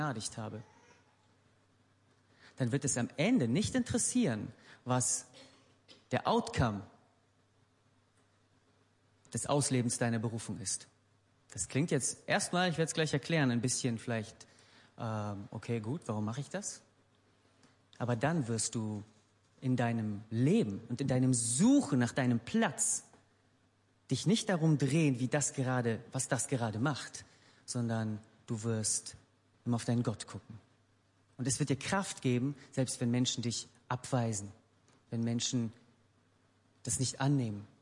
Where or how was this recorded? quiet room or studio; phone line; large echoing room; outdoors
large echoing room